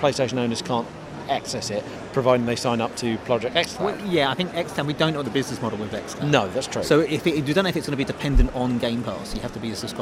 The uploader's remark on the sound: Live from X019. Microsoft's event in London this week. Recorded on the show floor itself, this discussion actually took place a few hours ahead of the reveals.